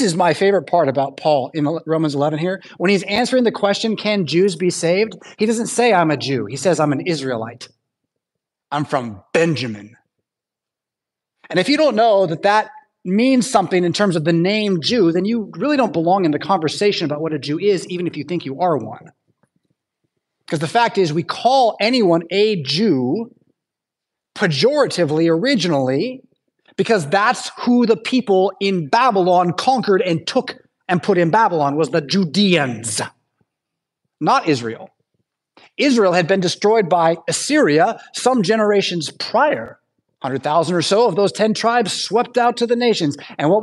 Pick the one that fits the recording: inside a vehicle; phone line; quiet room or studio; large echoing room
large echoing room